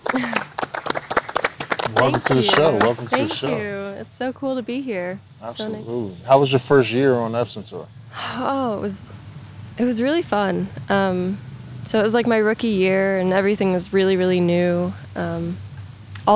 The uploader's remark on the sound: LIVE FROM MALBON MUTINY at MIAMI SHORES CC. We are at Miami Shores at Malbon Mutiny!